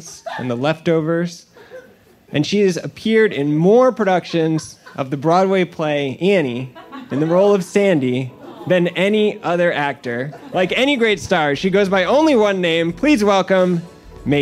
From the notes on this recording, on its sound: It’s a live game show. Was recorded as a live show back in May 2019 at the Greene Space in New York City.